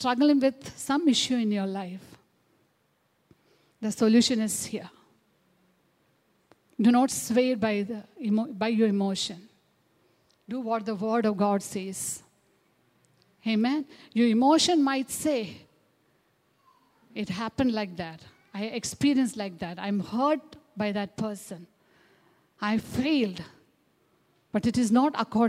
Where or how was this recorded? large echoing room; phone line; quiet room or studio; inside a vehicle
large echoing room